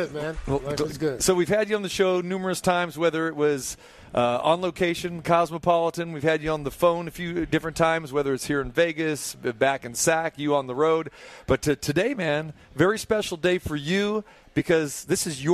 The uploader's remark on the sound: Live from Restore Hyperwellness